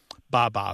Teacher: that B sound coming off the lip followed by a vowel is also very similar to the first sounds that babies make.